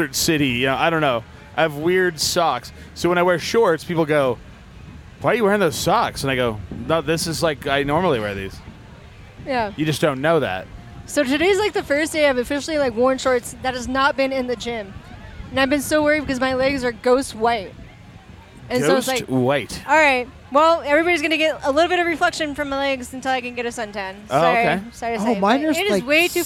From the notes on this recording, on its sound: Live from Southwest Bacon, Brews, and Blues. There is bacon, beer, and live music!